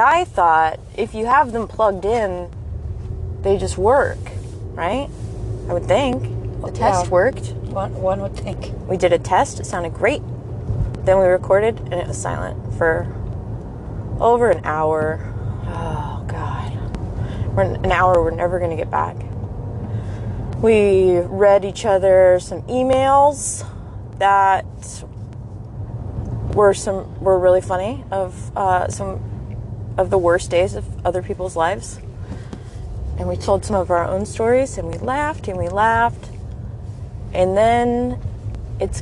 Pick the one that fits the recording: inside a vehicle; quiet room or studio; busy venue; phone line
inside a vehicle